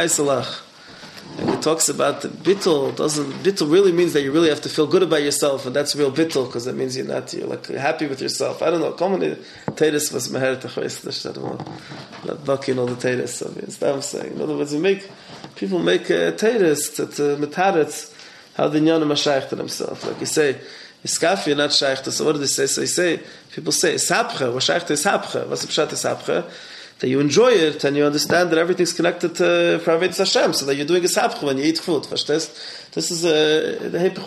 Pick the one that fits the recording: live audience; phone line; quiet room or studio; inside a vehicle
live audience